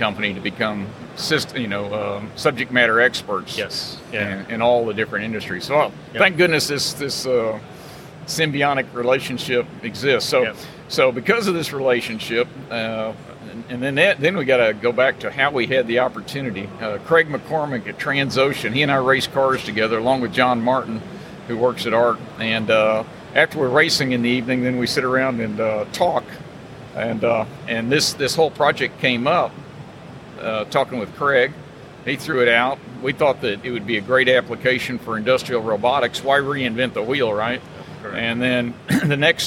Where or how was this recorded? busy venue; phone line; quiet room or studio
busy venue